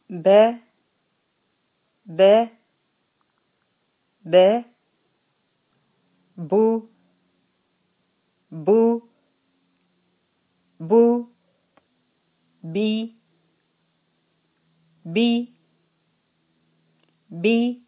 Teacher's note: په دې کې دواړه شونډې میلاویږي، او چې کله دا دواړه شونډې میلاو شي نو با ادا کیږي. یعنی چې کله دواړه شونډې بندې شي د دې د لوندې حصه نه ادا کیږي.